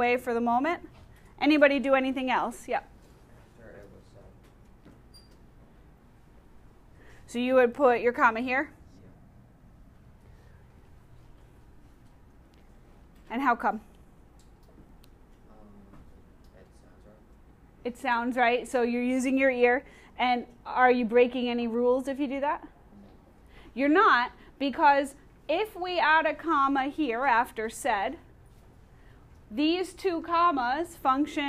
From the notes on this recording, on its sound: Audio recorded in class